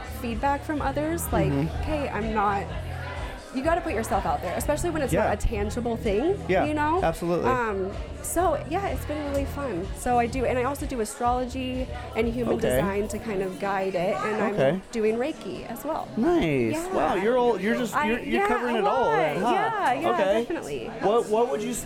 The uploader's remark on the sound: Please welcome our 2nd guest from our live event series! This podcast was recorded at the Rapunzel Salon and Spa in Boise, Idaho. The event was a 21+ Trunk or Treat where local business and indivuals came together to have a good time.